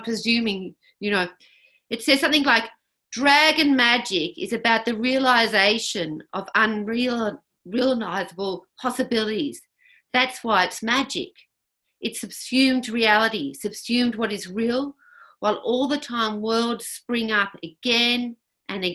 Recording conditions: video call